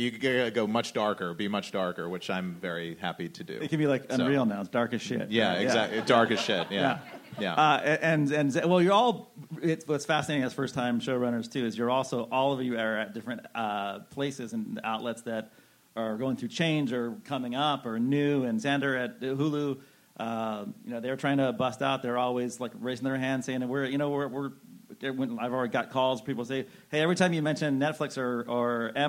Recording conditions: busy venue